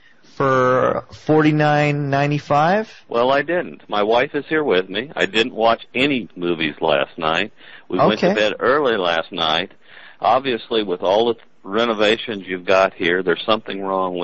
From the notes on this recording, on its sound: RBCP's Personal Prank Phone Calls Collection